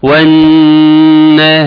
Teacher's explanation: لان اللام ادغمت في النون لأن اللام أضغمت في النون، فيبقى حرف غنة مشدد مشدد يغني بمقدار حركتين، والنهاري وتطلع كلها مرققة. · Term: ادغام شمسي